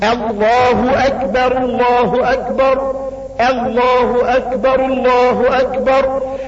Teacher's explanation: اللام الأولانية مرققة واللام التانية مشددة مفخمة